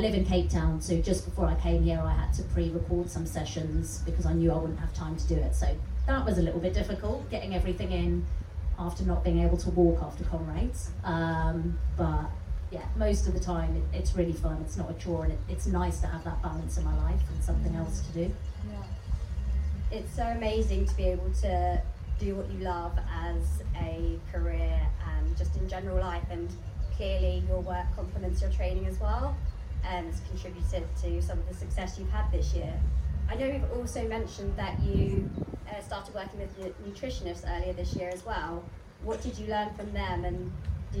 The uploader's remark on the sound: Live from Love Trails Festival. This episode is a live recording from the festival, where it was a little windy as we were on the Welsh coast!